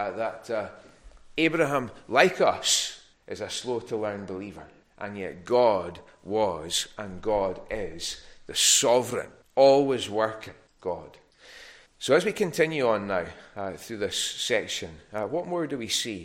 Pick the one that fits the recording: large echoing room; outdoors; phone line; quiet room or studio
large echoing room